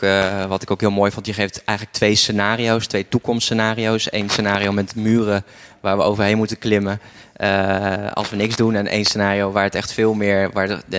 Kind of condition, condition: setting, busy venue